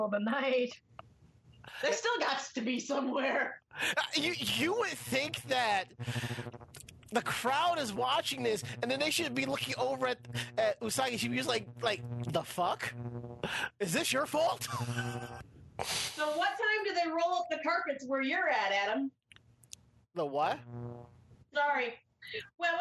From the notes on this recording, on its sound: There are some audio issues with this podcast.